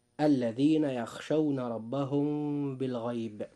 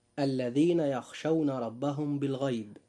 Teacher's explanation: إذا جاء حرف الباء بعد الميم الساكنة الخالية من الحركة كما ترونها، فيجب أن يكون هناك إخفاء شفوي عند النطق · Shown in: first take